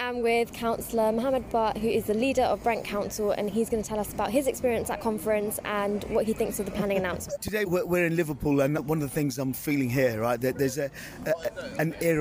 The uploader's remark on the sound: This episode is the final part of our on-location special dispatches from the party conferences. While in Liverpool for the Labour Party Conference.